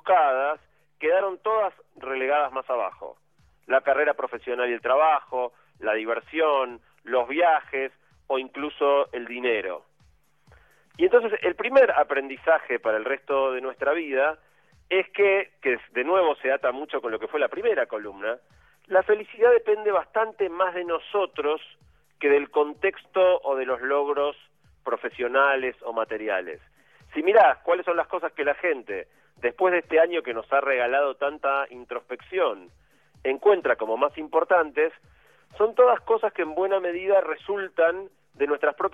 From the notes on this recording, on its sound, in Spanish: Perdón por la calidad del audio, pero esta vez tuve que hacer la columna por teléfono desde Bariloche, donde estaba por el eclipse de total de sol del día anterior.